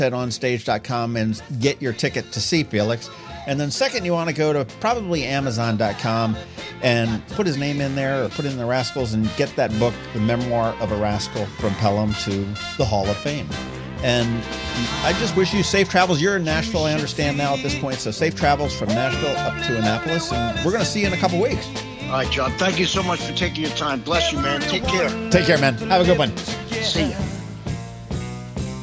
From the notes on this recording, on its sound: joined me on the phone